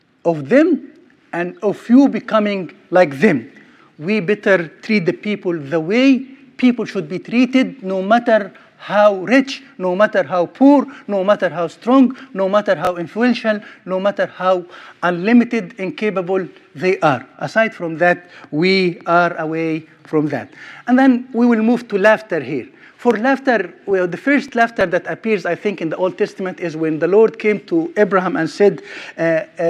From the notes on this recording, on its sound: Sermon recorded at Middle East University